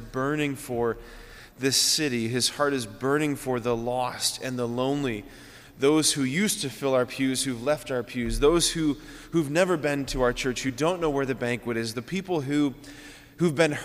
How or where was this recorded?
large echoing room